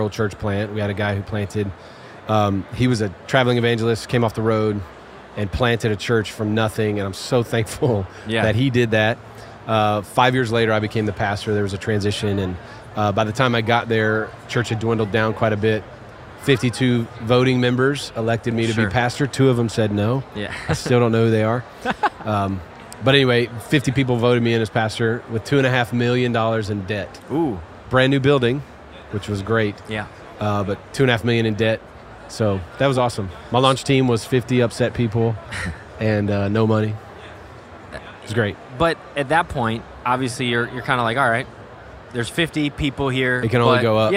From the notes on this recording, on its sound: Live from General Council 2023 in Columbus, Ohio!